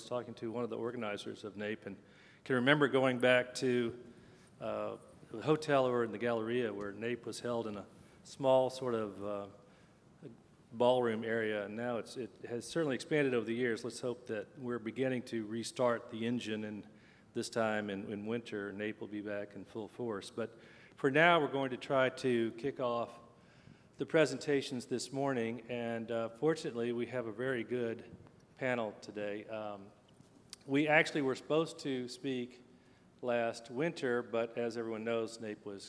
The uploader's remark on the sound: a panel discussion at the NAPE Business Conference